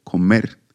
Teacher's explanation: In 17%, the more intensely pronounced syllable is the last